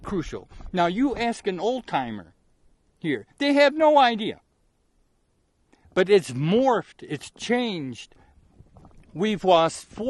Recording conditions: outdoors